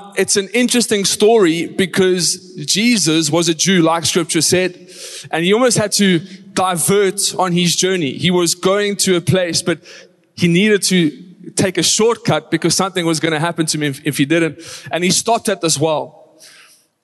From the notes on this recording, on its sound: Recorded live on Sunday the 19th March 2023